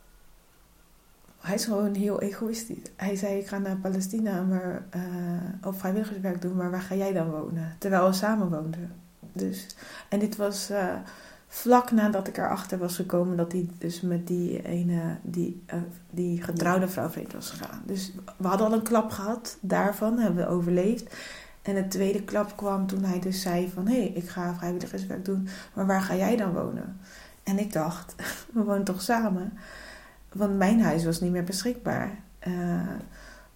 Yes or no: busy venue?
no